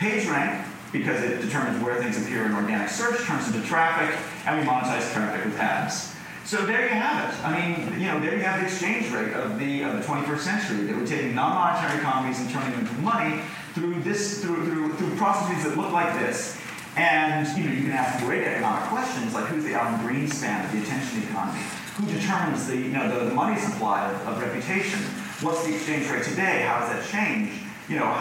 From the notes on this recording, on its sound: Recorded at Vidfest, in Vancouver, Canada